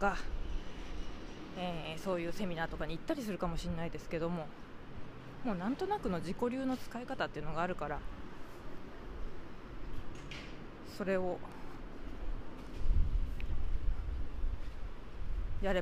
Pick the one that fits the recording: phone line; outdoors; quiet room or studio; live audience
outdoors